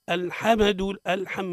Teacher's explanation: ويقع الخطأ في الميم من أوجه قلقلتها. عند الكثير يقول الحمد الحم، هيش الحمى مش على كيفك.